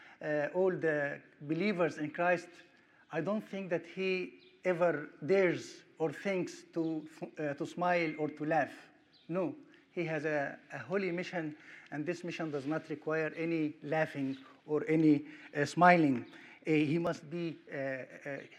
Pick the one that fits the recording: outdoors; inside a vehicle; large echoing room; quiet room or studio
large echoing room